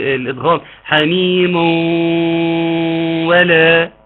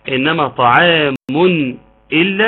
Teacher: حميم ولا حكمها الادغام، حميم ولا، انما طعام الا حكمها الاظهار، طعام الا